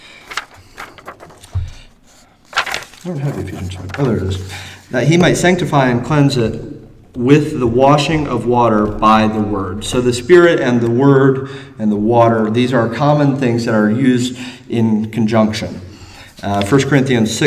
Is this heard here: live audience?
yes